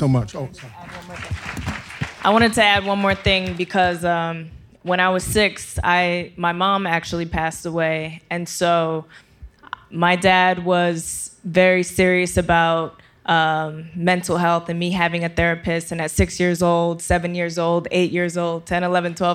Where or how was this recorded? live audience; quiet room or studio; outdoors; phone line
live audience